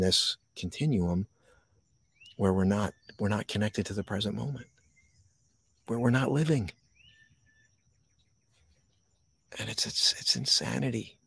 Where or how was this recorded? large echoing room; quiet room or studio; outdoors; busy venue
outdoors